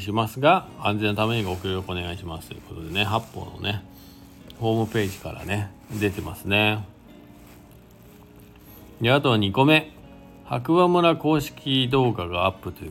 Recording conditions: inside a vehicle